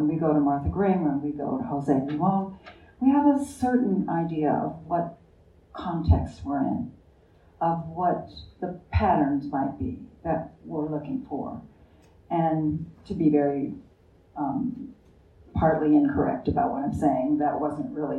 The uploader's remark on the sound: LIVE from the Vail Dance Festival. This live recording of the ‘ Conversations On Dance ’ podcast. This episode was recorded live on July 30th, 2023 at the Manor Vail Lodge.